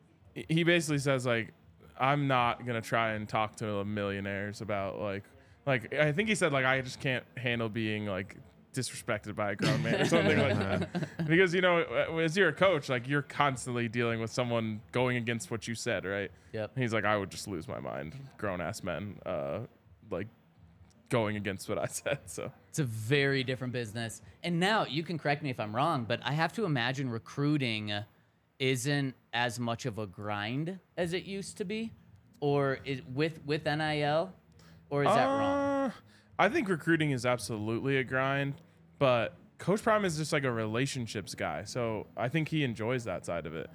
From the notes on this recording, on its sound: coming to you LIVE from the DNVR Bar